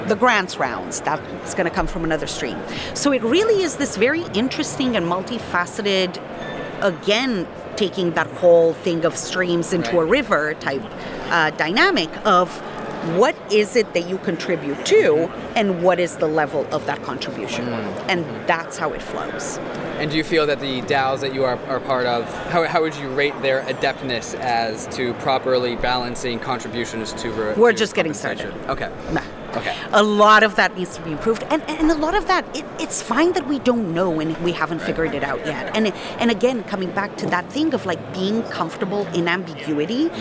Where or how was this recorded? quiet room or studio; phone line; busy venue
busy venue